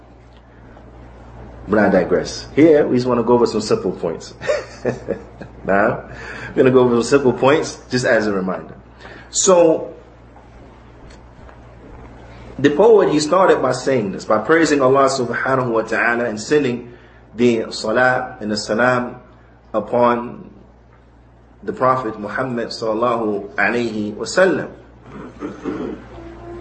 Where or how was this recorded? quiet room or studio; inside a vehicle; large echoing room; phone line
large echoing room